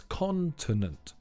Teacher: The stress is on the first syllable, so it's continent.